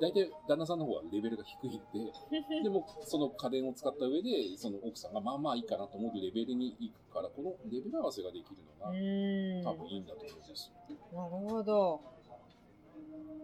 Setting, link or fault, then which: setting, busy venue